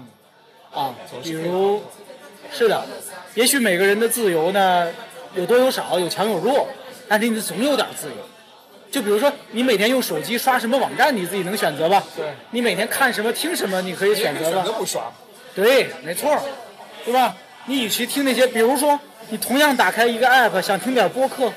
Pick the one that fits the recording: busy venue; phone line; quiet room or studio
busy venue